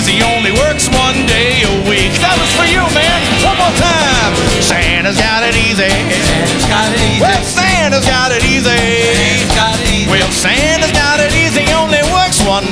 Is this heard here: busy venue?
yes